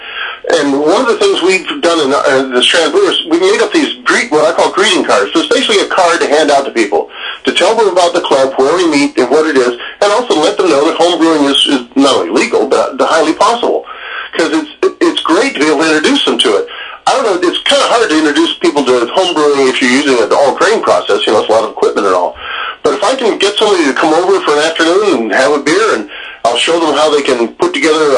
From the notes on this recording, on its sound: hit the phones